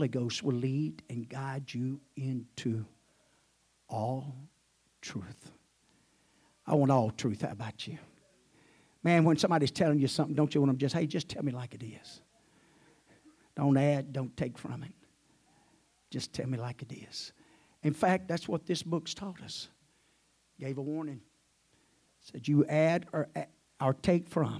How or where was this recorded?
large echoing room